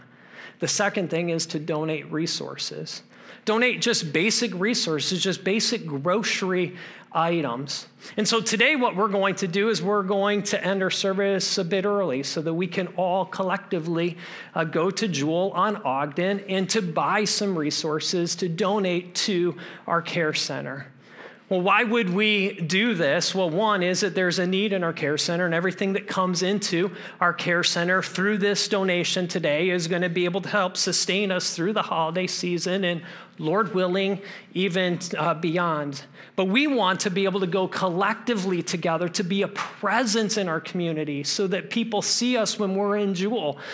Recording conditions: large echoing room